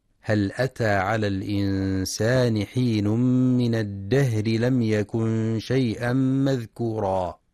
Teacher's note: ينتبه القارئ في كلمة الإنسان للإخفاء الحقيقي، وفي كلمة الدهر لهمس الهاء وترقيق الراء وصلا